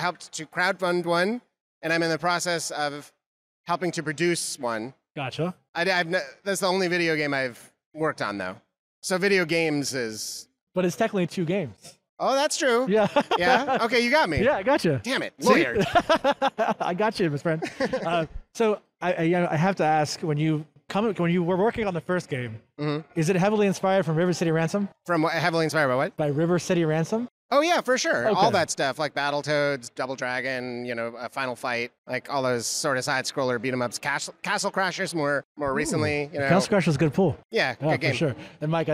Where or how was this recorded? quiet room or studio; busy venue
busy venue